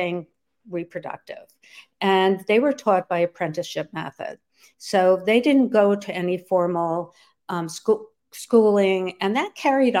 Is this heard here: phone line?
no